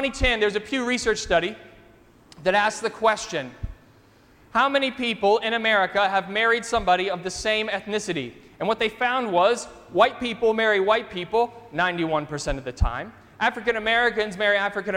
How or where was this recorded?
large echoing room